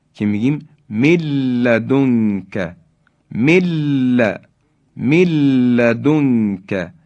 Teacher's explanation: خب، و اما کلمات دیگری در قرآن هستند، مثل من لدنک، یعنی نون ساکن در لام ادغام میشه، مثل من لدنک که میگیم ملدنک، مل، ملدنک، یعنی نون ساکن حذف میشه و حرف بعدی یعنی حرف لام مشدد بیان میشه